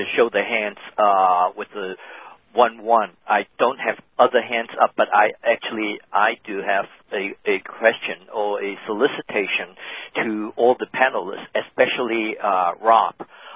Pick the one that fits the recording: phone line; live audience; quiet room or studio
phone line